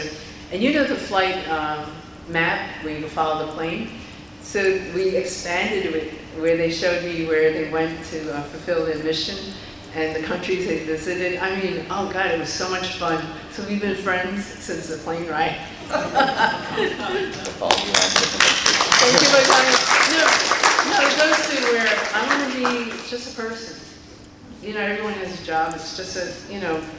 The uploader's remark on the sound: The following podcast is the audio recording taken from Comic-Con 2023.